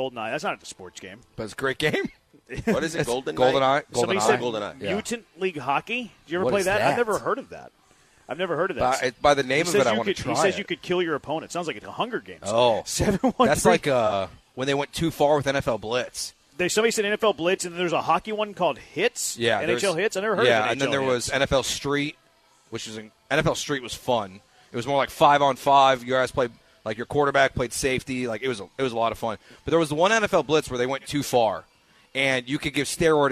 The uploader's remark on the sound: live from The Decoy